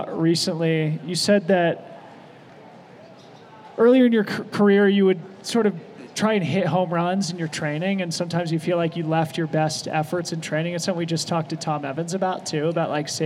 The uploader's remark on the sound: This is the audio from our third annual pre-race live interview show from the Western States 100. This is the afternoon session from Thursday June 22nd, our second of three sessions over the next 24hrs.